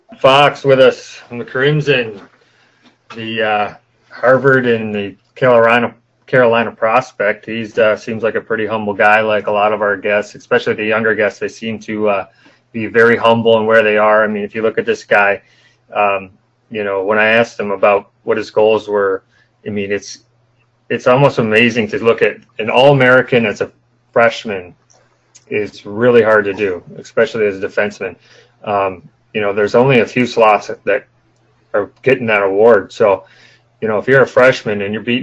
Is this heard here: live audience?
no